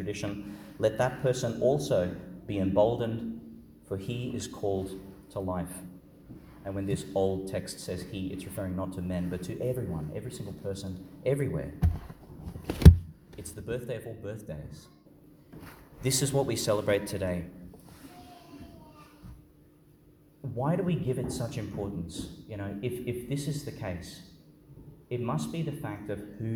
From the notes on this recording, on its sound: Homily for the Solemnity of the Nativity of Jesus Christ, delivered at Our Lady Star of the Sea Church, Gladstone, Qld.